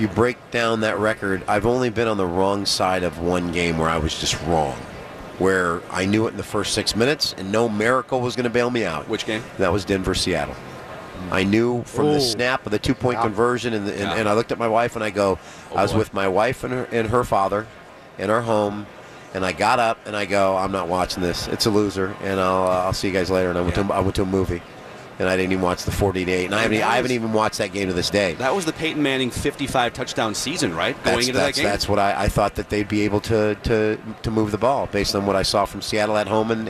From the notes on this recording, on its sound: live from Radio Row all week